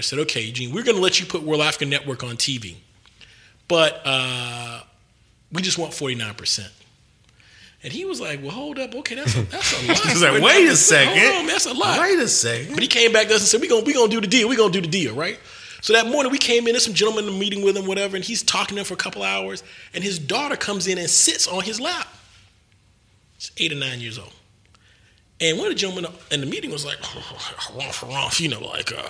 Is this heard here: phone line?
no